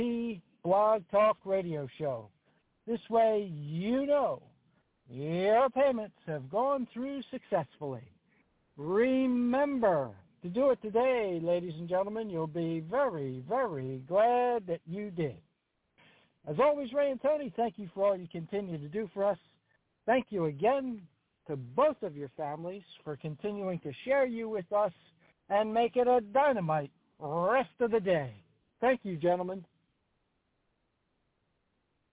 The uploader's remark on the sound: TNTSuperfantastic Conference Call